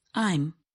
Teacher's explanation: In this contraction, the a sound in am is harder to hear. This happens because the speaker uses less force to say the vowel sound. · Term: weak forms